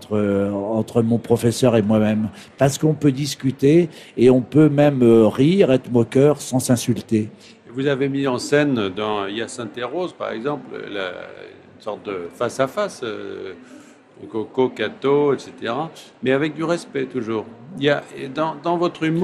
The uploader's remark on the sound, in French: En direct du Salon du livre de Paris